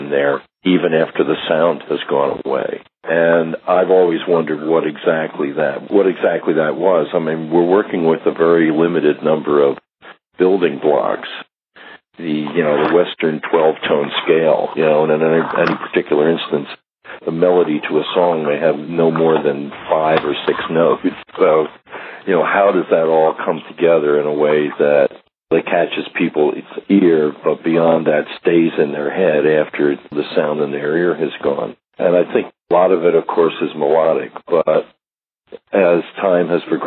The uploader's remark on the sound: We’ve got a phone interview from the archives